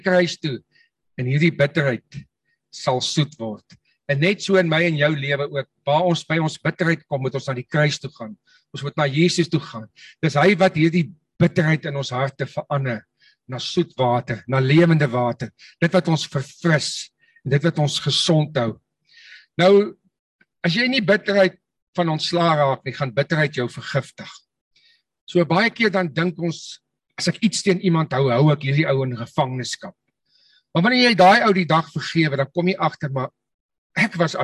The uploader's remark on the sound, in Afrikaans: Manne van die Woord Zoom Byeenkoms